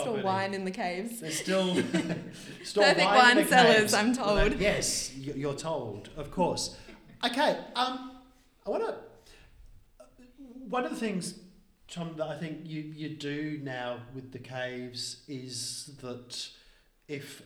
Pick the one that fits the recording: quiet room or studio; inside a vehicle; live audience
live audience